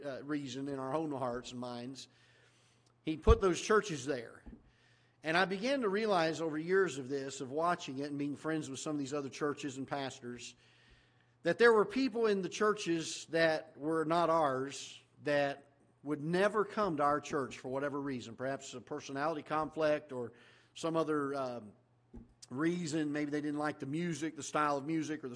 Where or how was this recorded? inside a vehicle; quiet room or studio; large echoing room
large echoing room